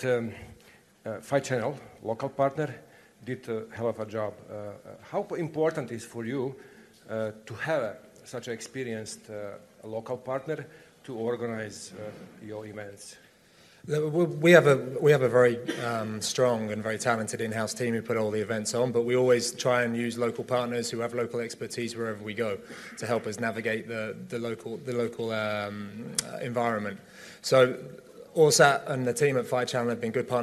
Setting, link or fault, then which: setting, busy venue